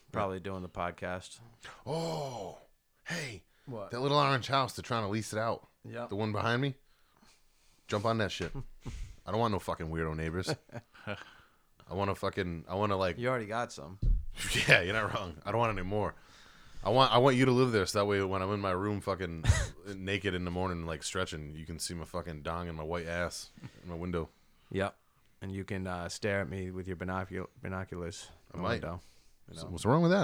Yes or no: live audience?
no